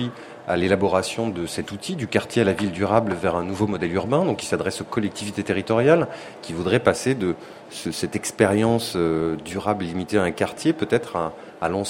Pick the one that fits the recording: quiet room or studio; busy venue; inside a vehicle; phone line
busy venue